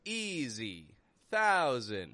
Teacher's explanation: And the syllable stress doesn't help you here because easy, thousand. Okay, they're strong in the beginning, weak on the ending